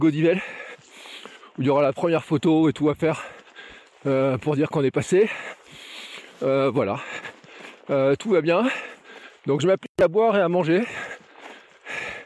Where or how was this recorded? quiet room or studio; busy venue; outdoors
outdoors